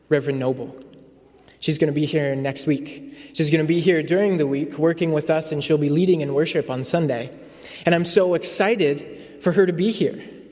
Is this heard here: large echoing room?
yes